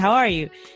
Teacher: You're like, how are you? And it sounds like one word, but we hear it as three different words because we're used to it.